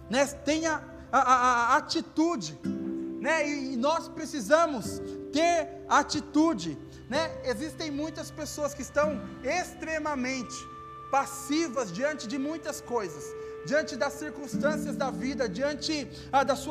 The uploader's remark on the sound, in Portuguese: Áudio do culto de Domingo